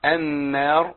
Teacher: واللام تقبل ادغام في النون · Term: ادغام اللام في النون